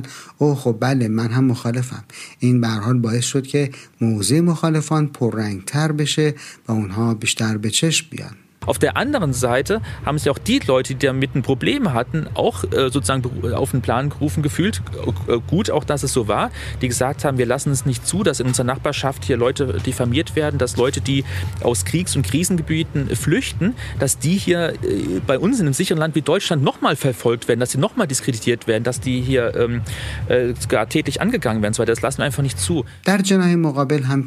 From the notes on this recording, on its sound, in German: Podiumsdiskussion in der Freiwilligenagentur in Marzahn-Hellersdorf. Wir waren dabei und haben die Diskussion aufgezeichnet.